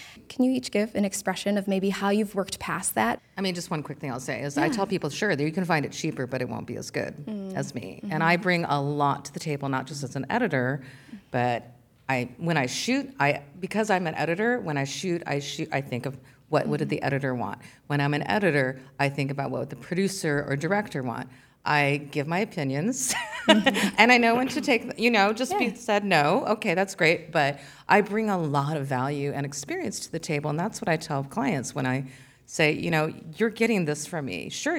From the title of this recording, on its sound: LIVE! From the Chagrin Documentary Film Festival